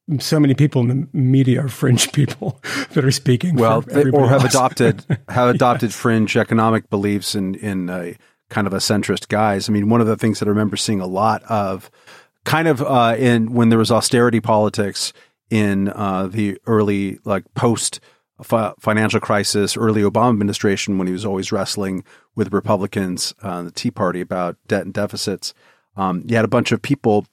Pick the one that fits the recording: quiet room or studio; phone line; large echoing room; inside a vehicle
quiet room or studio